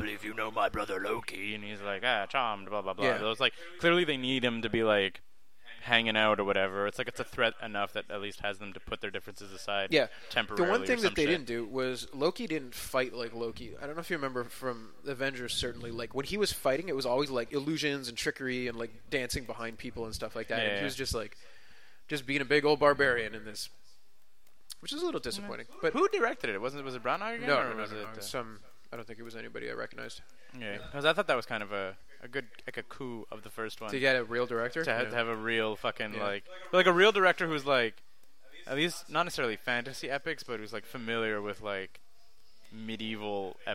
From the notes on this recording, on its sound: I have no idea where the echo in the audio came from and I don’t have time to tweak it the way I usually do.